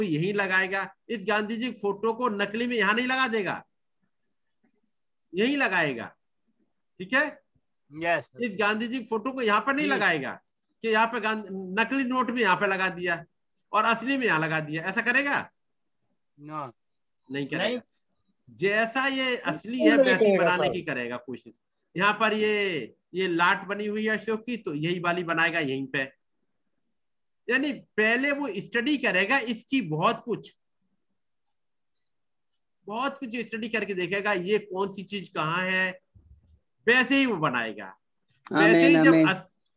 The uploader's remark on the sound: Zoom Meeting